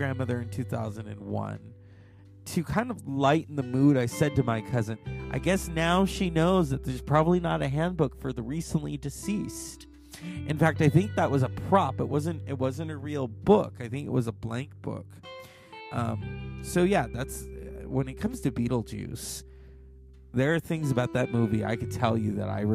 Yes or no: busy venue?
no